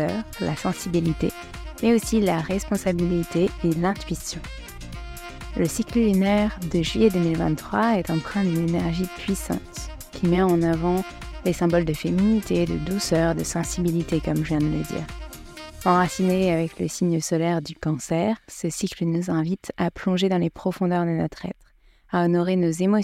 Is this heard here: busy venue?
no